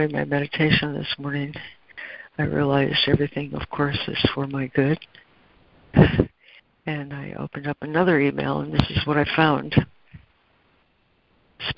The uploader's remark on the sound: ACIM Daily Conference Call.